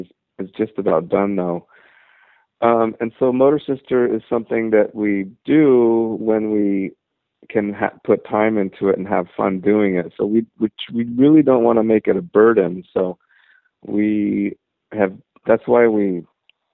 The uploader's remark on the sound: I talked on the phone for a half hour